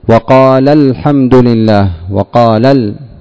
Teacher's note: فبعضهم ينبه على هذا الحذف عند اللام فيقول: وقال الحمد لله، وقال ال، يأتي برفع صوت يسير عند اللام للتنبيه على أنها ليست كقال التي ليس في آخرها ألف. هذا نسمعه من بعض القراء.